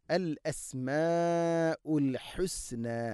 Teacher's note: അൽ അസ്മാഉ മദ് മുത്തസിലാണ് അവിടെയുള്ളത്. നാലോ അഞ്ചോ ഹർക്കത്തിൻ്റെ ഖദറിൽ നിർബന്ധമായിട്ടും നീട്ടണം